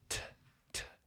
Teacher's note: my tongue goes up to my teeth and blocks the air from coming out.